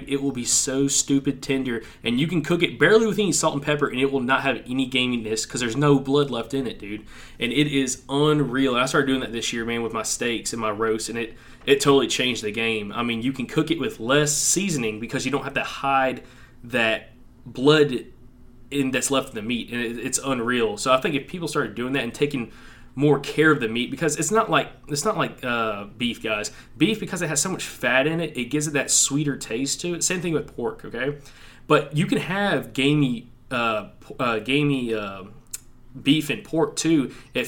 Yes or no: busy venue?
no